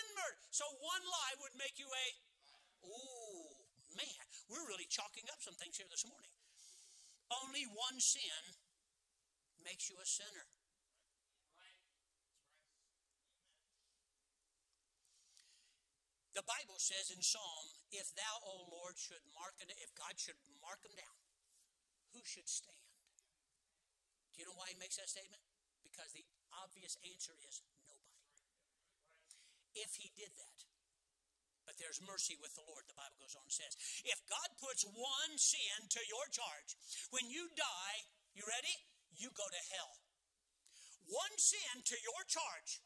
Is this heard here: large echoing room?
yes